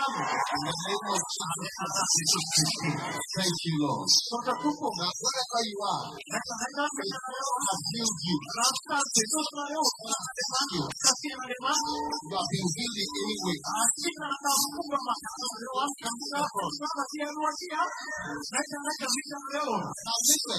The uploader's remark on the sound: Preached at the Healing Jesus Crusade June 2023, Antananarivo-Madagascar.